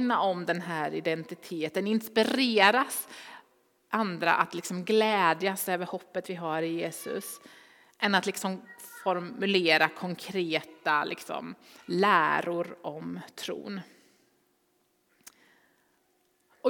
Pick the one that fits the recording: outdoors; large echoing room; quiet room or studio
large echoing room